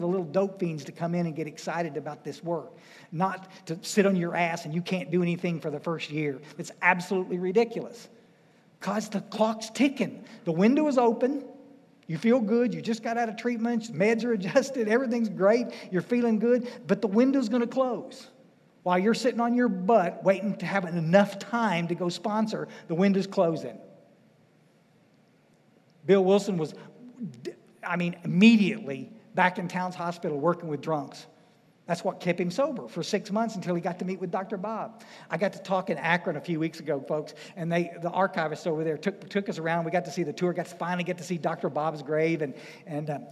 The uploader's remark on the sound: speaking at the DAA State Conference in FL.